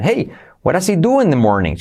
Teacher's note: ese hey nos da el punto alto de la entonación